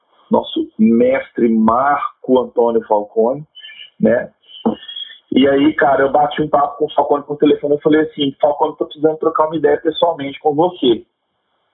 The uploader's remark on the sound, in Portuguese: Não se assuste com o áudio, ele melhora consideravelmente a partir do segundo episódio!